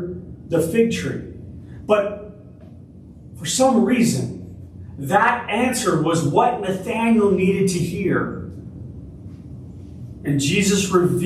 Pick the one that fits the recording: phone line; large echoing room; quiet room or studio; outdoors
large echoing room